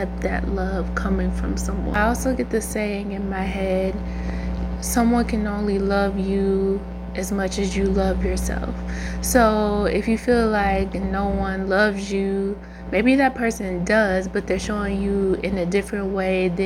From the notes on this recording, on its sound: Sorry, y'all for the buzz in the background but I didn't want to rerecord.